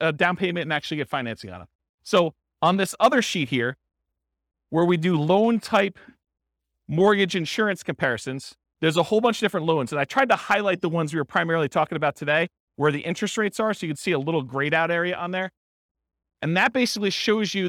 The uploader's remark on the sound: This was a live class recorded